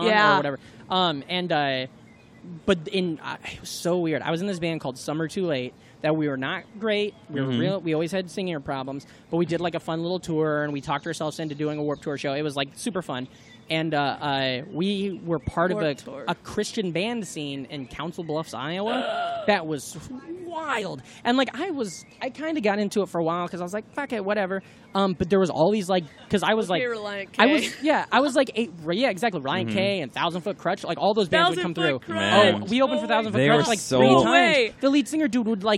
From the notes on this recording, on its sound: It was recorded LIVE from the patio of The Creek and The Cave in Long Island City, Queens!